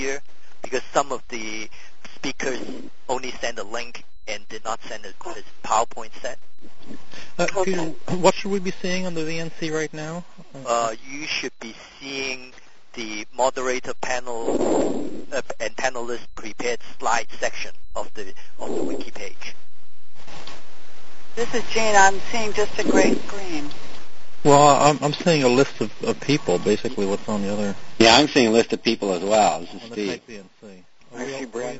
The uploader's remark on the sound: this is be a virtual session conducted over an augmented conference call